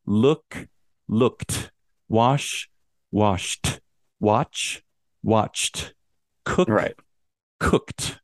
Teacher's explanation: you start to realize there's no extra syllable at the end